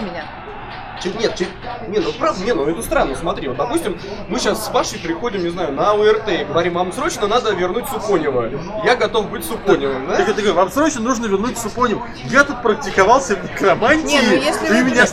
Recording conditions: poor sound quality